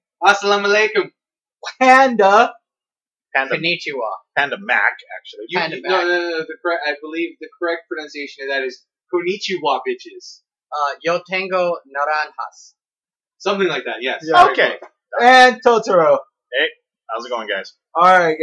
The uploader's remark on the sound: Our audio quality issues will be addressed either later this season or during our off-season break.